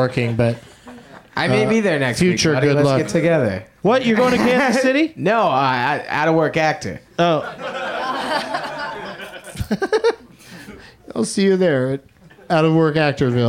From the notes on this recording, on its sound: Live from the UCB Franklin